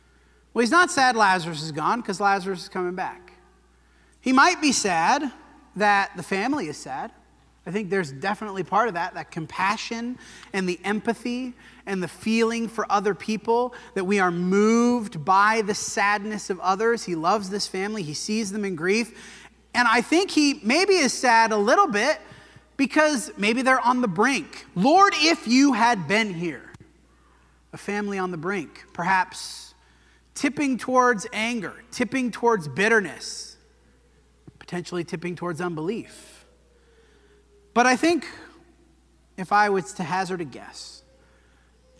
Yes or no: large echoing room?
yes